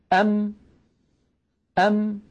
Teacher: انظروا إلى شفتي، أم كيف خرجت هذه الميم الساكنة؟ بتصادم الشفة العليا مع الشفة السفلى